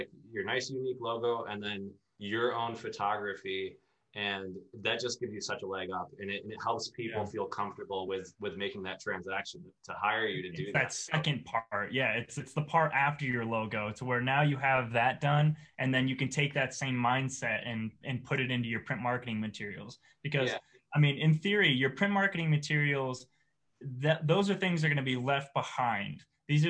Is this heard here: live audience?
no